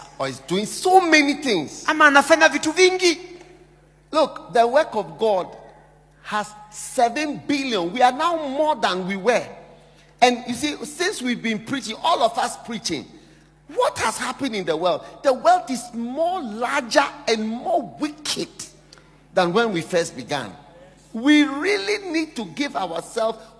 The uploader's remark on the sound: Preached at the day 2 of the Healing Jesus Campaign Pastors Conference in September 2023, Nakuru, Kenya.